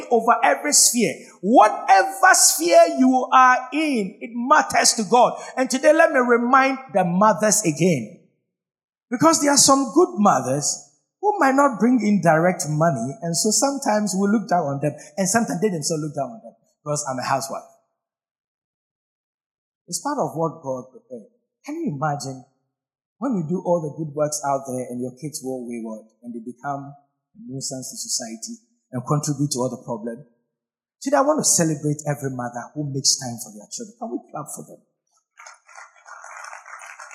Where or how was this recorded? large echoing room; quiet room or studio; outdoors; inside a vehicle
large echoing room